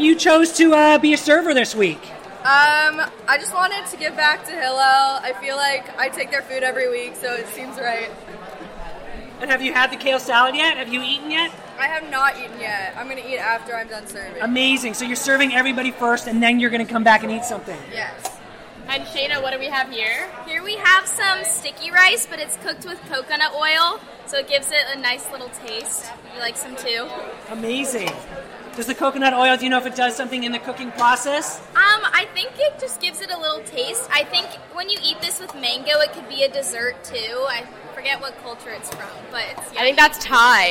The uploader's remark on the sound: Live from Barbecue! One of Berkeley Hillel's main weekly events: Barbecue!